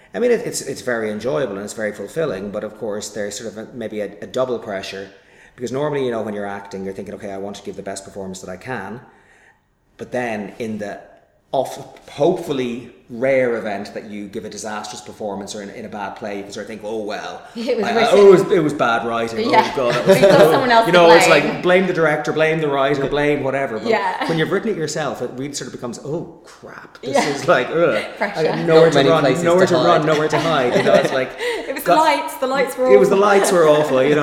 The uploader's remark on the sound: This episode comes to you directly from the International Dublin Gay Theatre Festival 2017.